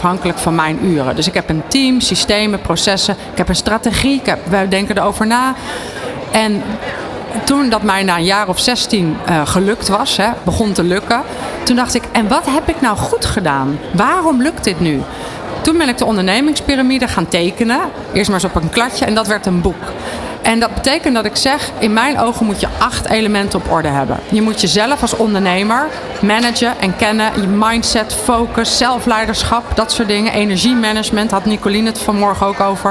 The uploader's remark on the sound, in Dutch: De Dag van de ZZP’er 2023 op New Business Radio. De Ondernemer live stond helemaal in het teken van de Dag van de ZZP’er. Vanaf de locatie, Hart van Holland in Nijkerk, deed De Ondernemer live verslag van hét evenement voor zelfstandig ondernemers.